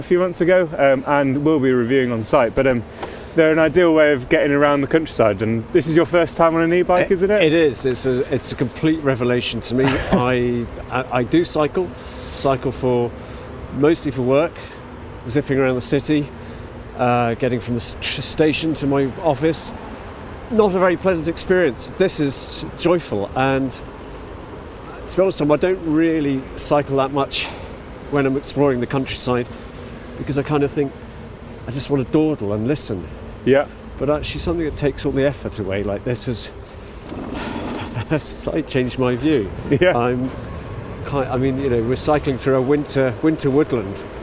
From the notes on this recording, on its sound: taking in the natural sounds and sights of this large, diverse forest in the South West of the UK